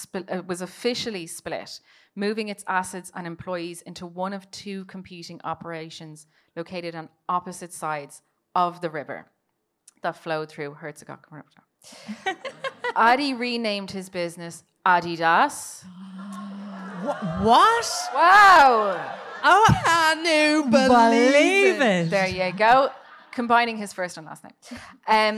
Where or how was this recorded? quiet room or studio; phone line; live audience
live audience